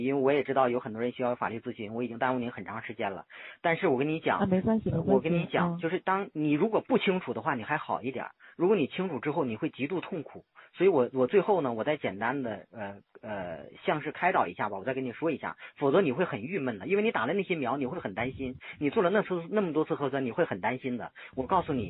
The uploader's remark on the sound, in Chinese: 電話錄音